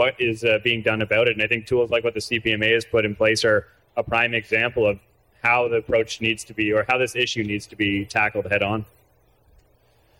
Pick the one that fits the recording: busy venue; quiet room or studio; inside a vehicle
busy venue